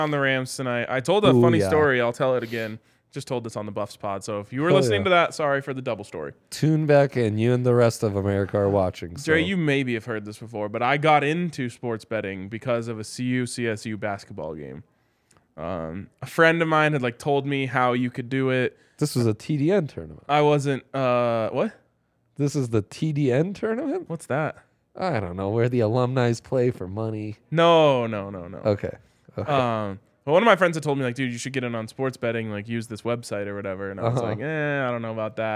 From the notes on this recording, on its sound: LIVE from the DNVR Bar.